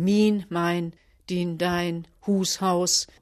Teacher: was wir in der Sprachgeschichte nennen, frühneuhochdeutsche Diphthongierung